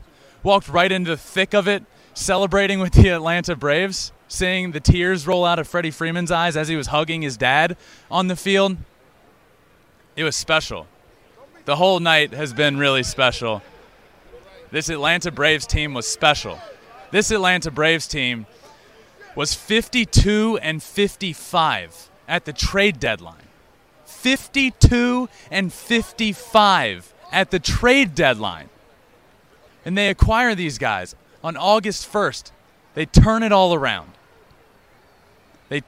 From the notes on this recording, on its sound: LIVE from Minute Maid Park after Game 6.